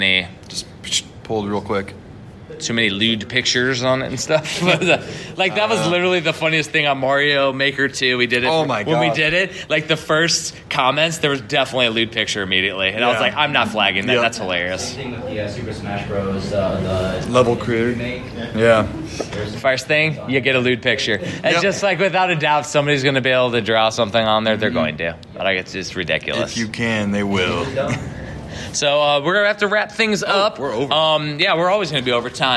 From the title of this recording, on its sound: Game On Expo 2019 Panel